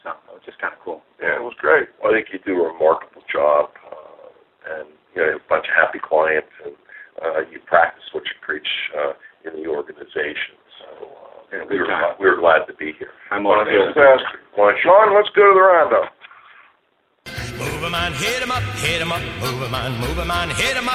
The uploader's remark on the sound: As we broadcast live from the Stark Campus of Kent State University. Do a live show from the summit.